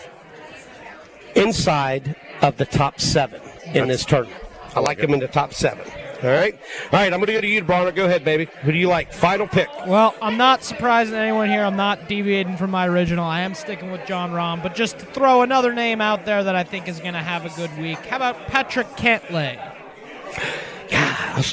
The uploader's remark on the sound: LIVE Ftom Felix's Fish Camp!